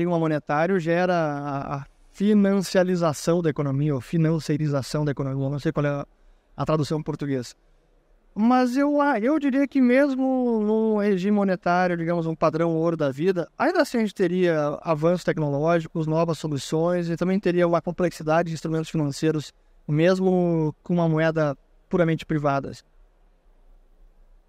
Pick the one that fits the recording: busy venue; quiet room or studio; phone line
busy venue